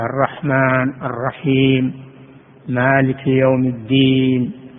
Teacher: ما يقول الرحمن أو الرحم، بل يمد حروف الممدودة · Term: مد حرفي